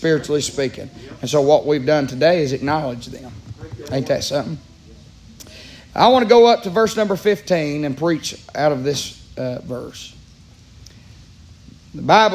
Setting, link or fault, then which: setting, large echoing room